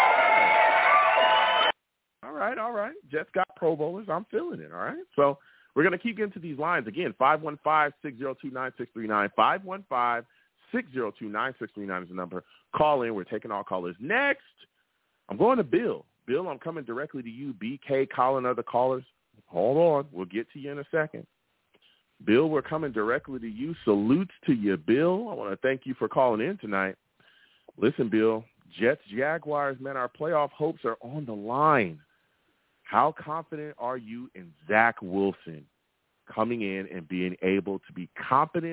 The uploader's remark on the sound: Tonight, live at 7pm eastern. I take live callers!